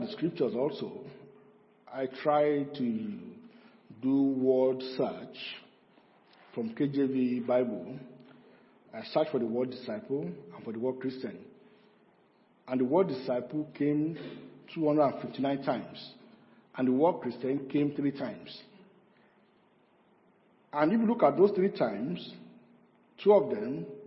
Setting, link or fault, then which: setting, large echoing room